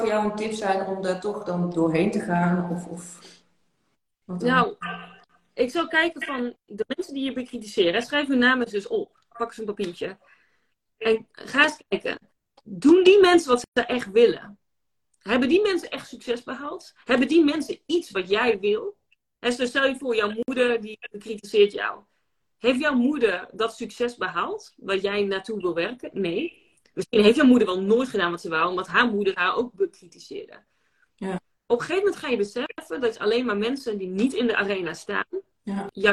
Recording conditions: video call